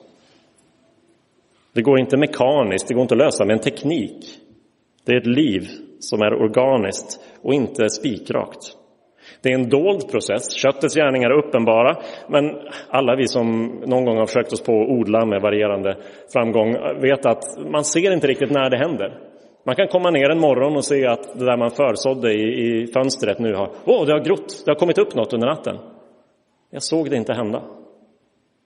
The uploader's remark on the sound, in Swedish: Inspelad i Roseniuskyrkan den 7 maj 2023.